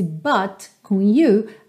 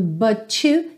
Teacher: But you know, e aqui esse but com you, acabou soando but you, que é bem comum quando a gente tem uma palavra terminada em T, seguida de you